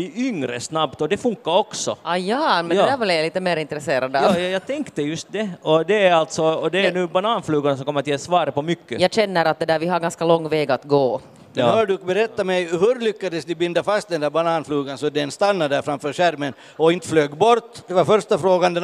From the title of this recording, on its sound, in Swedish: Podden Live från Bokmässan.